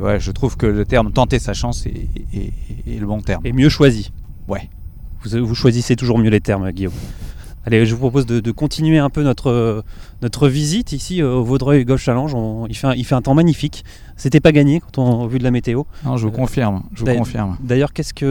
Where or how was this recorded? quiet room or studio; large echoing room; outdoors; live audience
outdoors